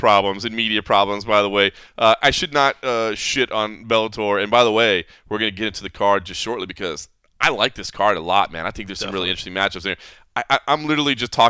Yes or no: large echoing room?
no